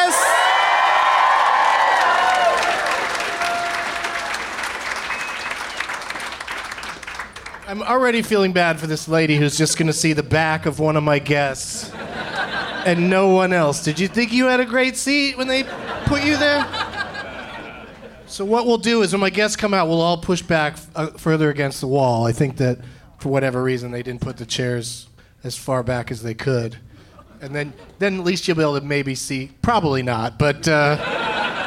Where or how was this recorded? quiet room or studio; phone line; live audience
live audience